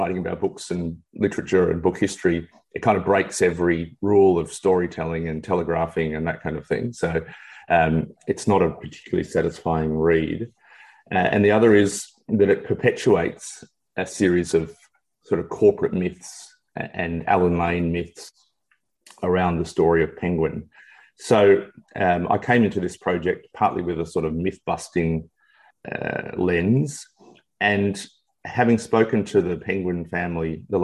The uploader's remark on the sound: via Zoom